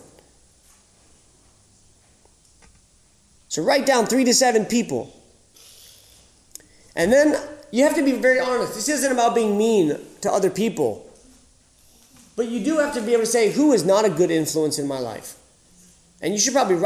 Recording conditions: live audience